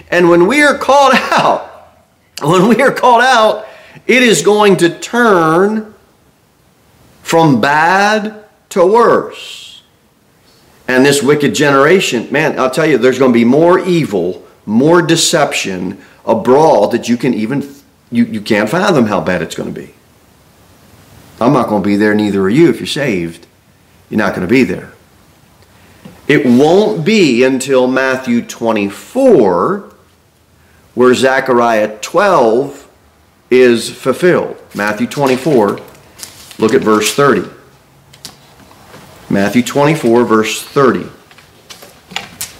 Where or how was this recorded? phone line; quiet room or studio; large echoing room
large echoing room